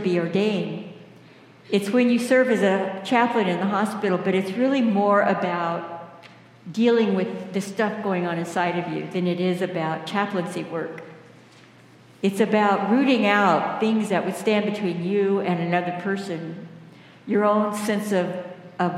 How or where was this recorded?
large echoing room